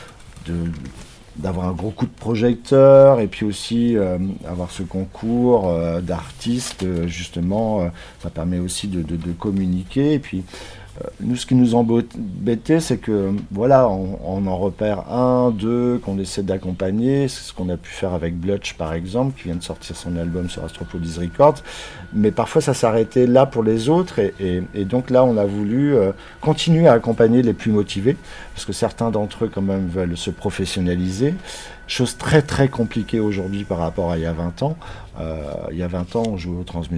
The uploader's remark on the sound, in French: C’est dans une petite cour intérieure ensoleillée, entourés d’oiseaux et située tout près la place Guérin. Astropolis s’empare de Brest.